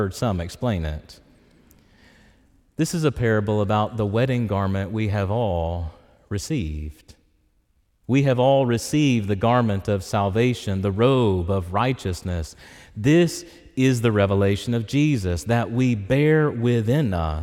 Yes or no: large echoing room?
yes